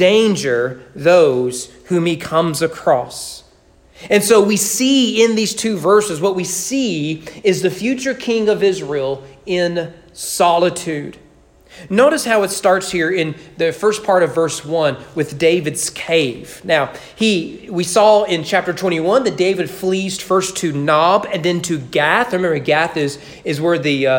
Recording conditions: large echoing room